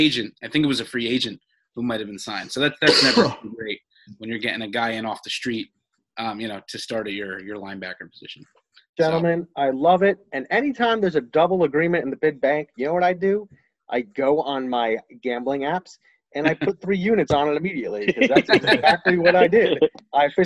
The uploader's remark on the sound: The gang is back together (remotely on Zoom).